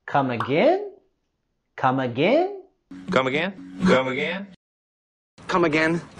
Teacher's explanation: Podemos vincular las palabras come y again, sería come again, come again. Y lo vamos a subir la voz y entonación al final de la pregunta.